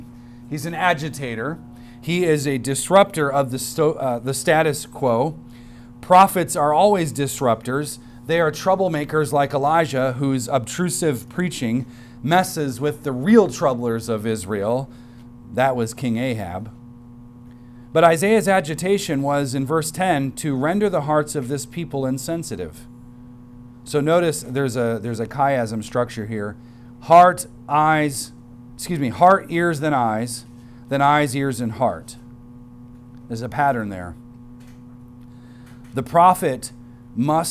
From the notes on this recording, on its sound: recorded on Sunday, October 22nd, 2023, at the weekly worship gathering of Cross & Crown Church